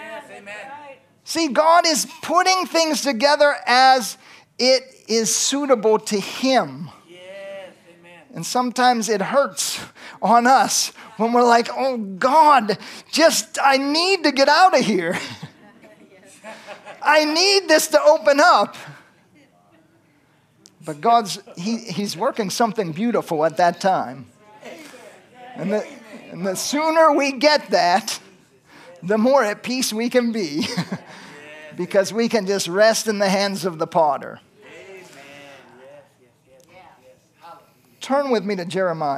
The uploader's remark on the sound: from the Sunday service on November 12, 2023 at Harvest Bible Church in Stockton, California